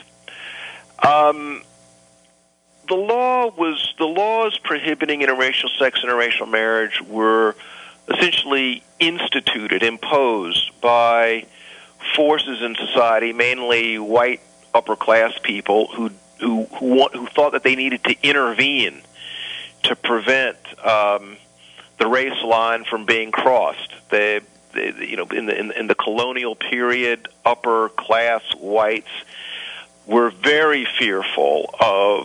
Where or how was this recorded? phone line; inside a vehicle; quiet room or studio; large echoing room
phone line